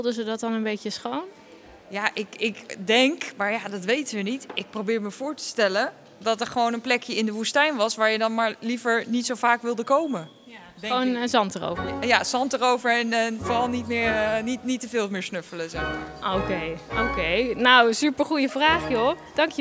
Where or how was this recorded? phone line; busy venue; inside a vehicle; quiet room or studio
busy venue